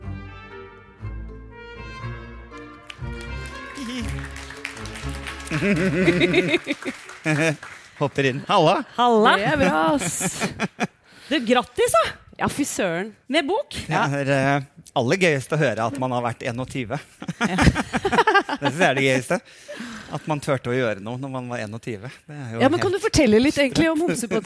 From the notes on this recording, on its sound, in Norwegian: Live fra Røverstaden.